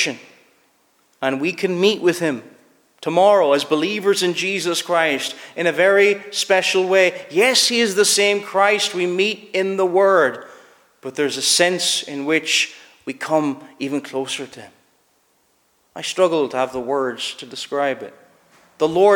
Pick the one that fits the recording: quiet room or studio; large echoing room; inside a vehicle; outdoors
large echoing room